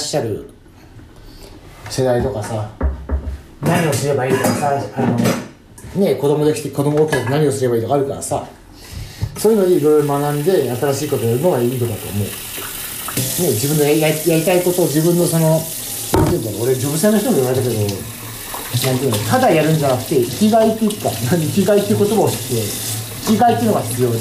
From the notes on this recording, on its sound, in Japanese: 料理を作りながらの収録です。